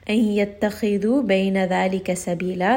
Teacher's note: This is a two count, mad al-iwad.